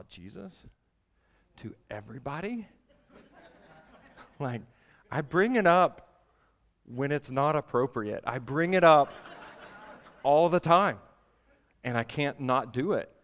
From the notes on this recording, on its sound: at the Vineyard Southeast Regional Conference in Pigeon Forge, TN